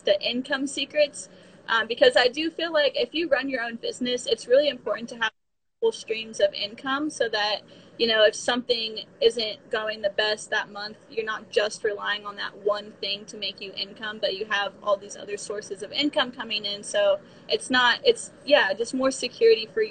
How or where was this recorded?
video call